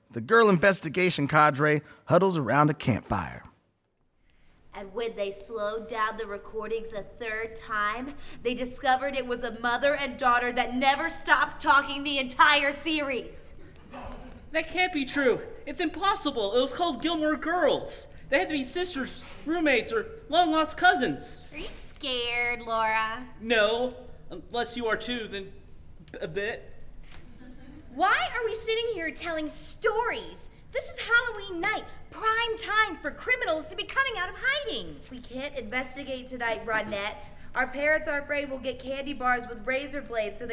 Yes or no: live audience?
yes